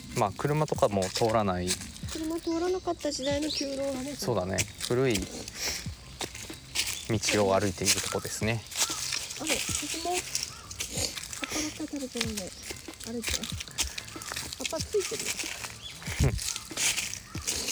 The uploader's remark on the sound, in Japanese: 犬のアロと散歩をしながらの収録。ニワトリ、カラス、虫、風、木の葉を踏む音。